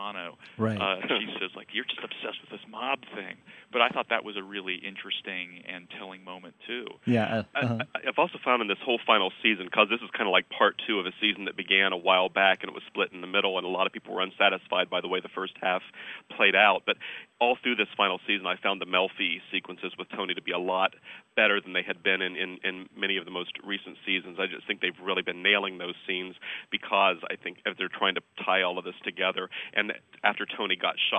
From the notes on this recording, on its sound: I talked by phone.